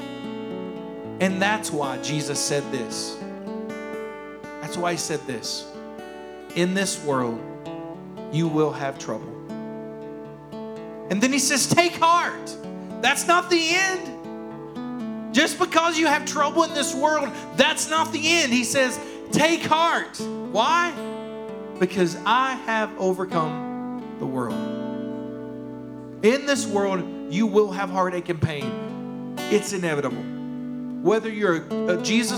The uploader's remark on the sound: Here is a rebroadcast of our service from June 20th, 2021